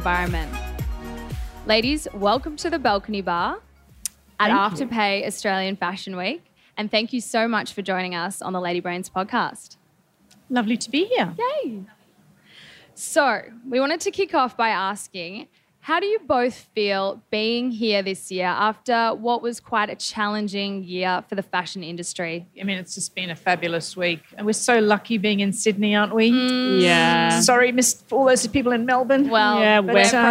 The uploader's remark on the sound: Live from Afterpay Australian Fashion Week.